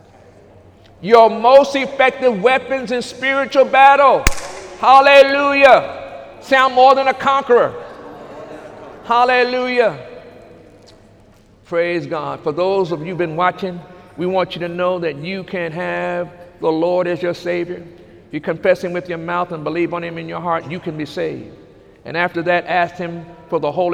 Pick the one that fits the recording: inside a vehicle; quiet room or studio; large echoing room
large echoing room